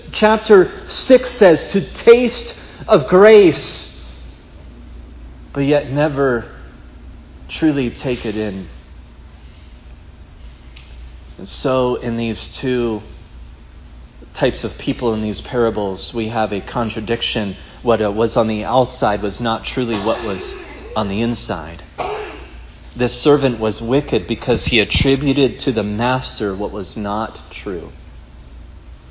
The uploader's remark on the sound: preached at Providence Church on Sunday, May 15, 2022